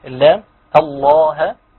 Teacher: عندنا كلمه الله لفظ الجلال يفخم اللام